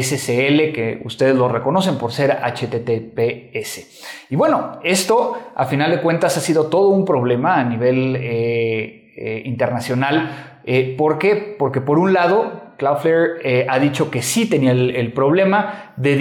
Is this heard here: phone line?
no